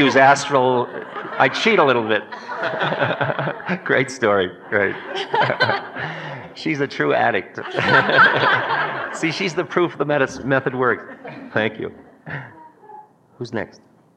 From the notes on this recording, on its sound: In this Q&A session from 1989